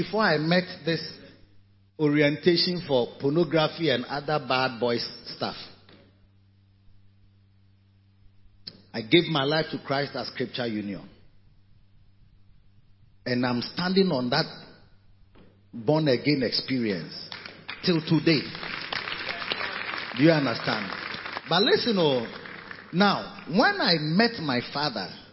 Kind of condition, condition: setting, large echoing room